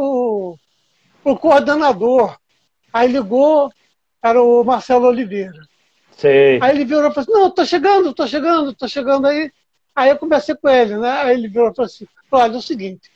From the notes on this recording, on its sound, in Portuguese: Live no Instagram